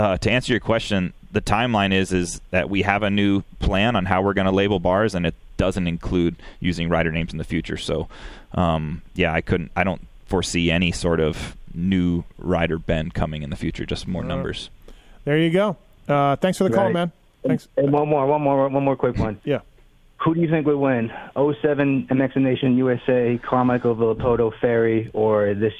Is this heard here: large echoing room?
no